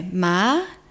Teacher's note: tone two is rising, so ma. Okay.